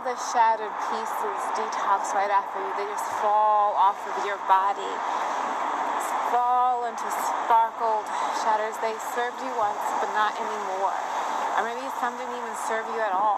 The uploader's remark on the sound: The outlet mall. Where I recorded this message which is why you hear the wind, it's an outside mall.